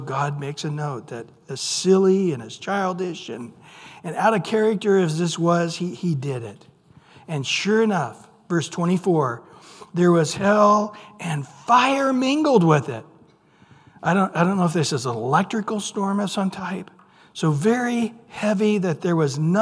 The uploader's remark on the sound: Recorded at Calvary Chapel of Los Alamitos